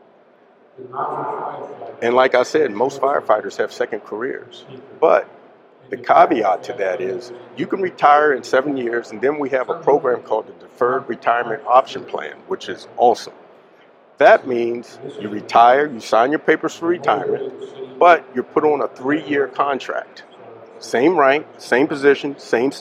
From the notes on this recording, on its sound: on location at Firehouse Expo in Columbus, Ohio